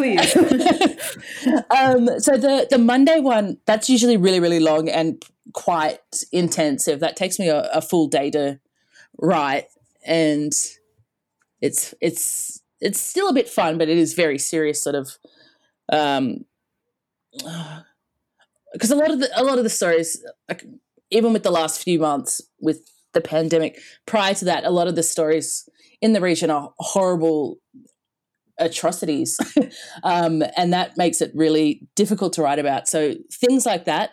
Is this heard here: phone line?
no